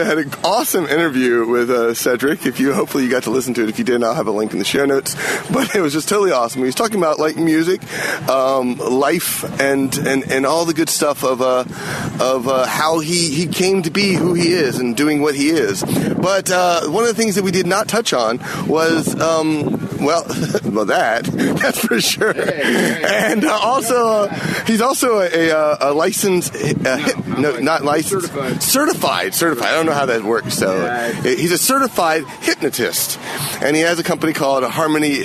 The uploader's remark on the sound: Sherwood Forest Faire. Some of the stories I recorded at the faire.